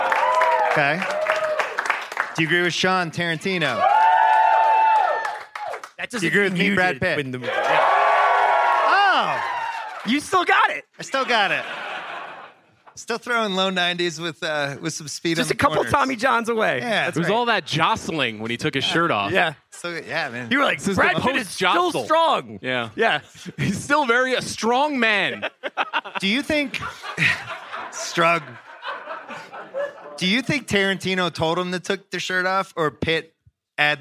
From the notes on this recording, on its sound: Live from the Sundance Film Festival